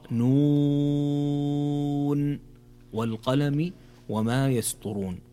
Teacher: في أول كلمة في هذه الآيات في قوله تعالى نون، هنا مد لازم حرفي مخفف ويمد بمقدار ست حركات